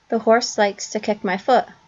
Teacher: the word foot, which she completely drops the T off of · Term: T glottalization